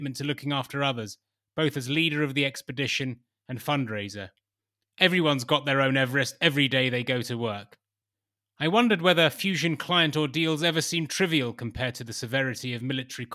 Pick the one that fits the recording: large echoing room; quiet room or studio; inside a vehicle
quiet room or studio